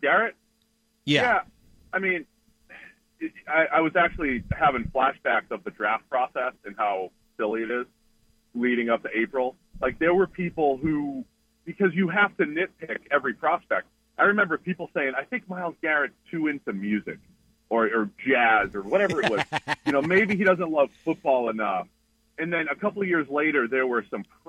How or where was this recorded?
phone line